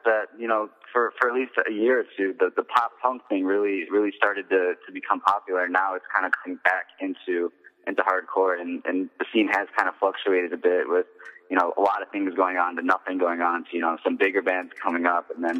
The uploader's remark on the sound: The artist calls into CVU